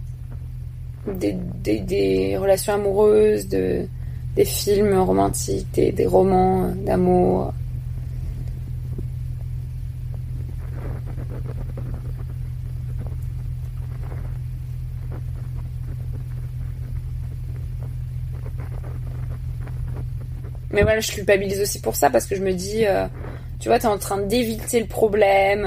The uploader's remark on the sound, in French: Il a été enregistré le 19 février 2020 sur un ferry finlandais.